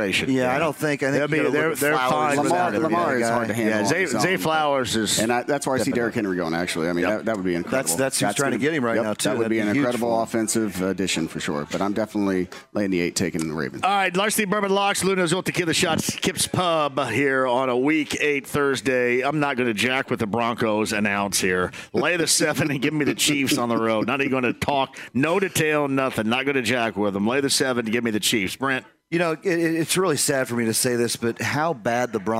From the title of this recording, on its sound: Live From Kip's Pub